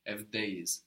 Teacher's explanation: We don't have the accent on the to be ending.